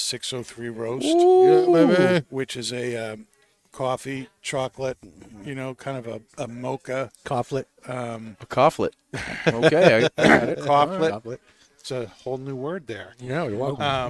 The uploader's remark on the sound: Recorded live from the 7-20-4 Lounge!